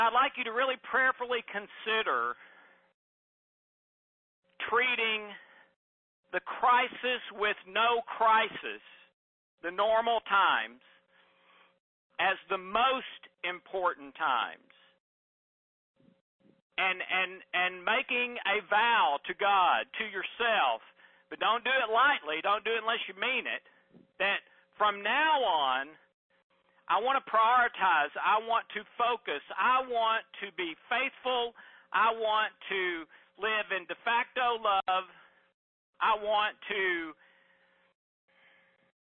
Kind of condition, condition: link, phone line